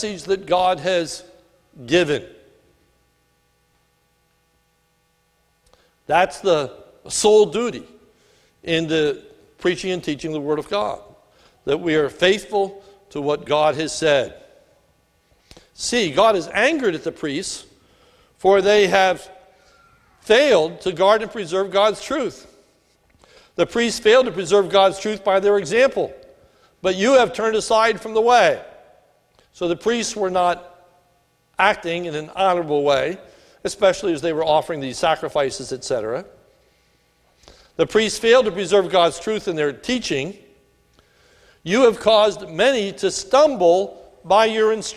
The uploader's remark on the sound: This sermon was recorded at the Lebanon Bible Fellowship Church in Lebanon, PA on 6/3/2018 during the evening service